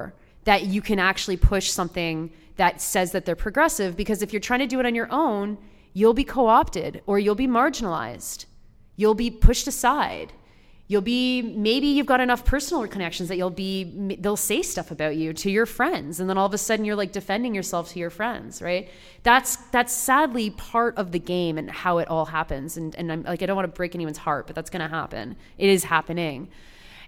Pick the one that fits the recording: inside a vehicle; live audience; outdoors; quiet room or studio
live audience